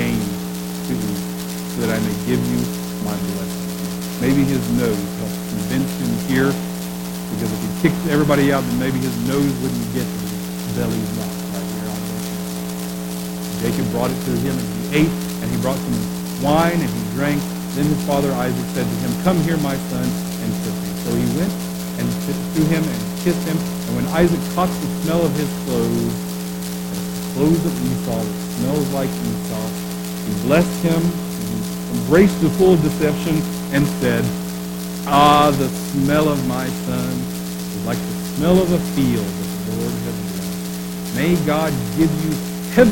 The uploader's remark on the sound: We apologize for the poor quality audio.